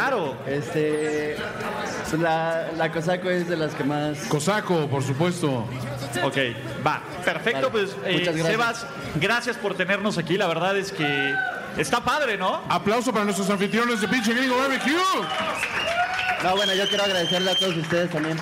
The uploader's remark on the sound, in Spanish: Grabamos desde el Pinche Gringo BBQ Patio, en la colonia Narvarte. Una enorme cantidad de invitados.